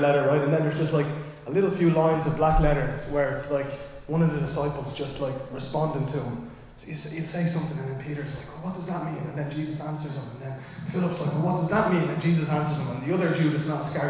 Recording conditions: large echoing room